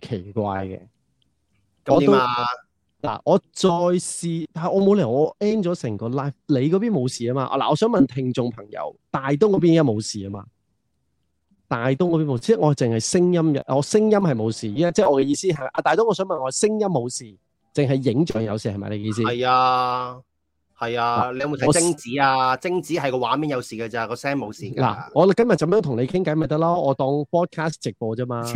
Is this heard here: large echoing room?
no